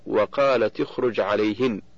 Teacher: فتاء التأنيث في وقالت ساكنة التقت بالخاء من اخرج وهي ساكنة ايضا، فحركت التاء بالكسر للتخلص من التقاء الساكنين